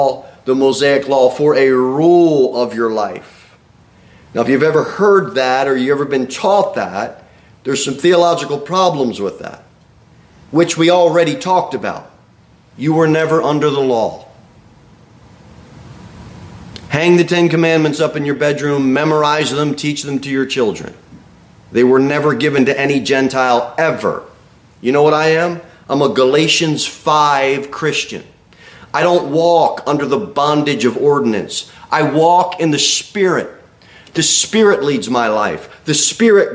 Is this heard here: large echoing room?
yes